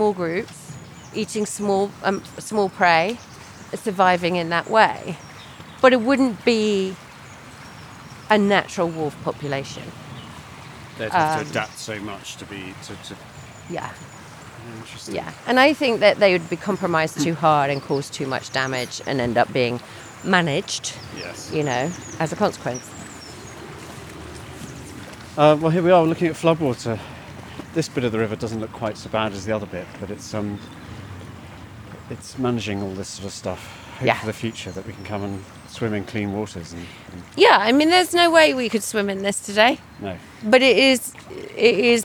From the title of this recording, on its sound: A riverside walk